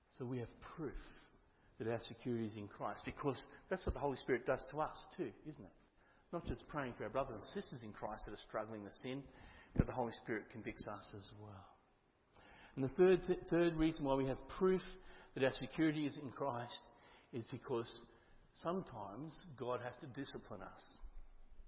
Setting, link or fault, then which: setting, large echoing room